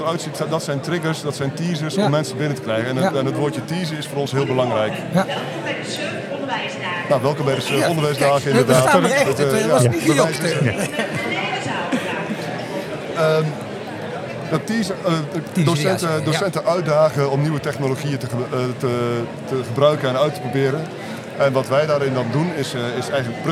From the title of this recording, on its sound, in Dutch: Live vanaf de SURF onderwijsdagen